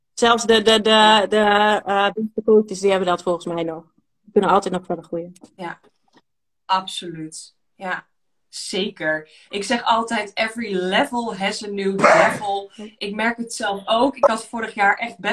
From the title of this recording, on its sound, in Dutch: Insta live opname